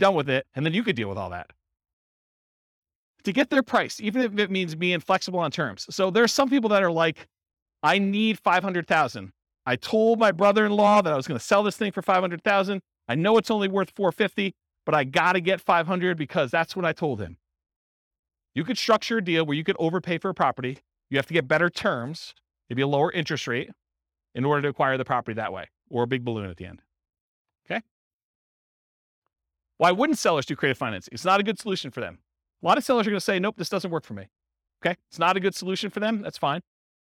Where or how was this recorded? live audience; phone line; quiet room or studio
live audience